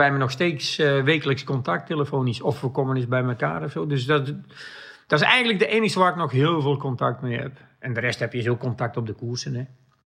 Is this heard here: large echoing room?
no